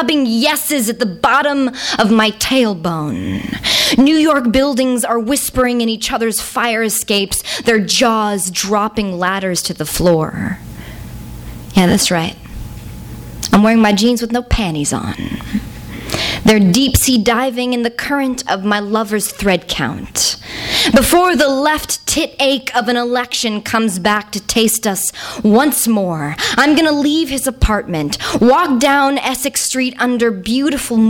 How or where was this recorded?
live audience